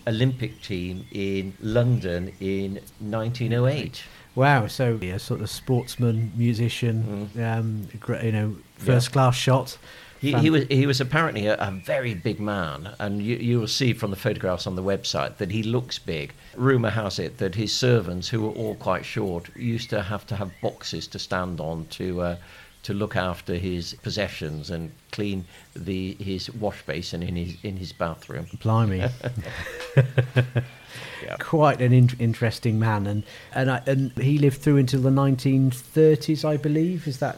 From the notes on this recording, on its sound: take a walk in the sun around Canon Frome Court and St Laurence's Church, Stretton Grandison